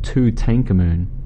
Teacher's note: He pronounced it Tutankhamun, so he had the emphasis on the second syllable